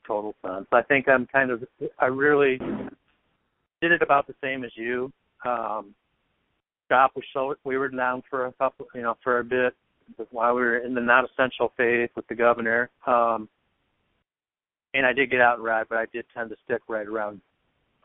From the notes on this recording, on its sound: a phone conversation